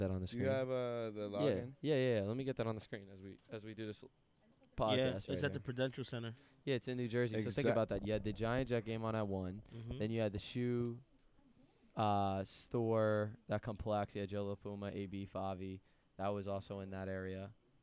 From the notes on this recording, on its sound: Recorded live outside